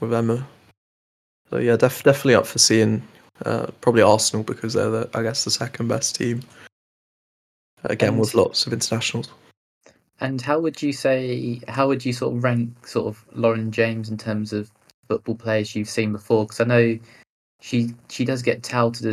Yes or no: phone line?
no